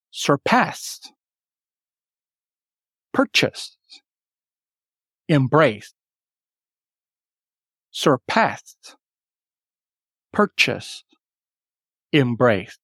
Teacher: Notice that the accent falls on the second part of the word when you have a verb that's a two syllable word.